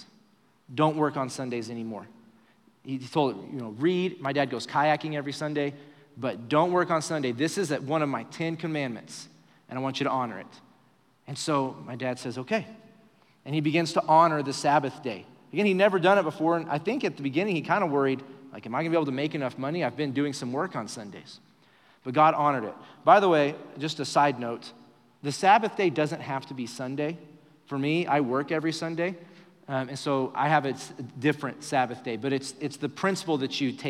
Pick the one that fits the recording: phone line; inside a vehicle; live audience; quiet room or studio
live audience